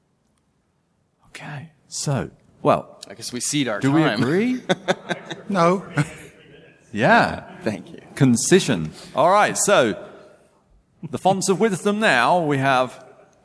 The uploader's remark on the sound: We’re coming to you live from Necronomicon 2019. This was recorded a few weeks ago, but it was a live event at the time.